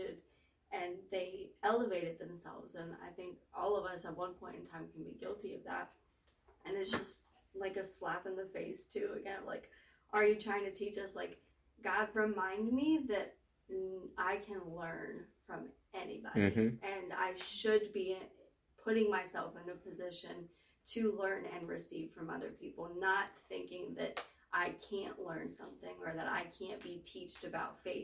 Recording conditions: poor sound quality